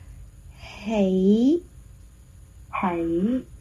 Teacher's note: 是一个气音，好像有一口气探出来的时候